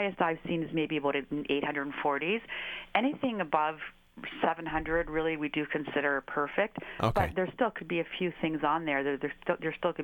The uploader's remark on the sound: Joins us on the phone. Originally aired live on AM800 CKLW.